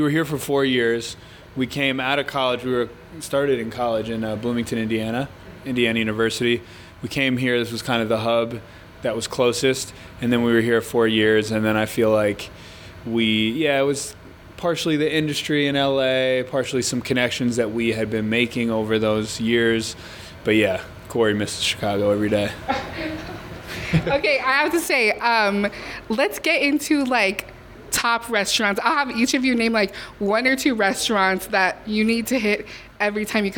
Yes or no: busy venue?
yes